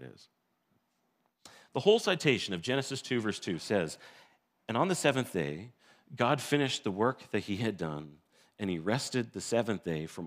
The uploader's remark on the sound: This sermon was recorded. In Blessings Christian Church located in Hamilton, Ontario.